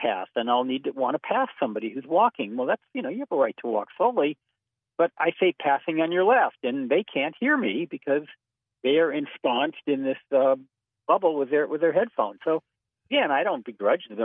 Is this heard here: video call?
no